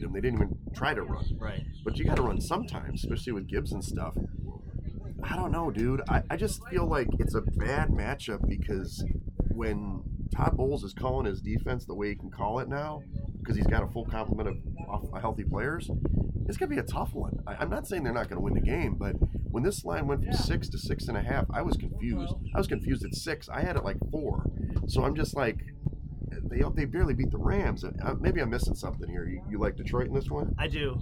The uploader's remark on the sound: Live from Gulfport. On the beach.